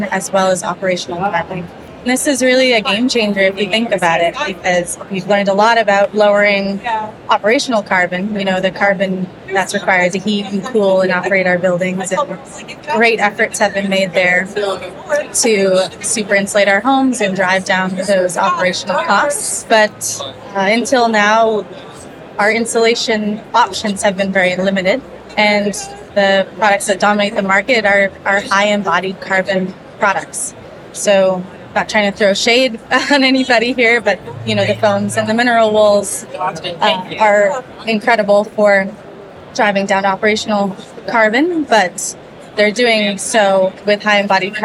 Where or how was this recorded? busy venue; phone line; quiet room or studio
busy venue